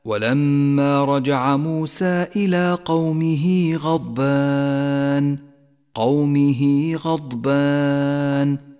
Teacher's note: جاءت هاء الضمير وبعدها حرف غير الهمزة، يمد هذا المد حركتين وقد لون باللون الكموني إشارة إلى زمن وموقع المد. لاحظ بعد · Term: مد الصلة الصغرى